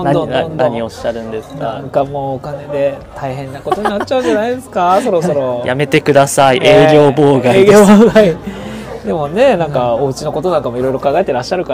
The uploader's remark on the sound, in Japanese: 初の勝手に公開収録、居酒屋店内でのゆるゆるフリートーク回です